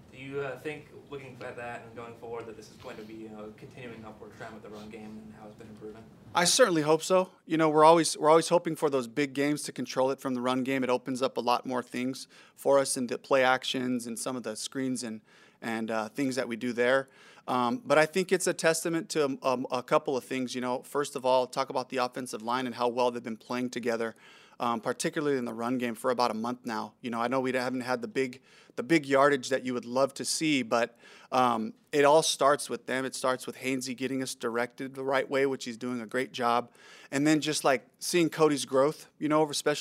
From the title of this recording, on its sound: Press Conference